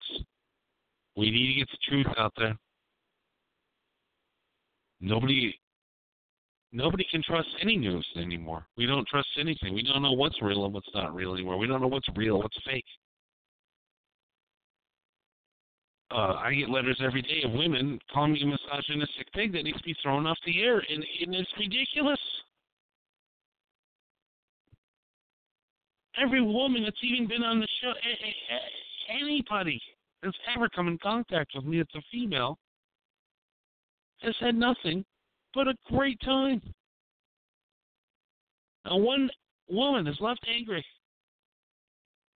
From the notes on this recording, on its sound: We went into my back woods and if you walk about half a mile we get to a rail trail we were walking on this for 2 hrs when my dad called.